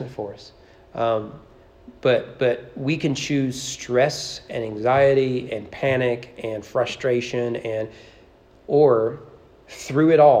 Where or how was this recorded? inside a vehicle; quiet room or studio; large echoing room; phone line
large echoing room